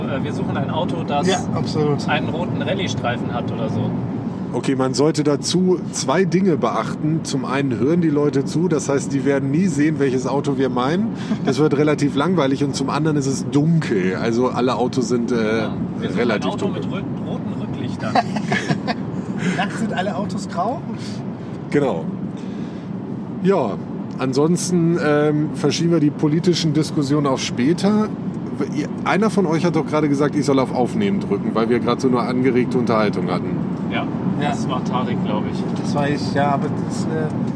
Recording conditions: background noise